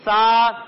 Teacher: جب ہم سا کی ادائیگی کریں گے تو اس میں سیٹی کی آواز نہیں آئے گی بلکہ اسے ہم پڑھیں گے سا.